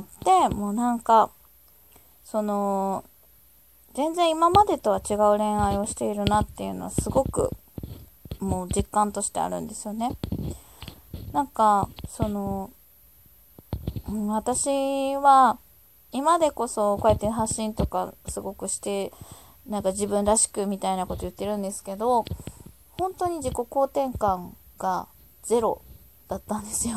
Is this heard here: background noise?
yes